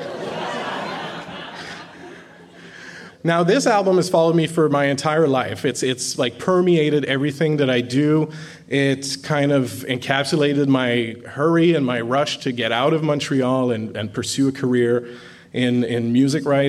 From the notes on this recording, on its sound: Recorded at a Here There event. It is recorded on the unceded territories of the Squamish, Musqueam and Tseil-Waututh nations. Recorded at a Here There event.